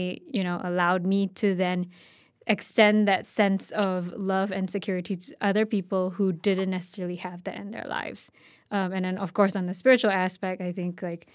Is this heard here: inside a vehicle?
no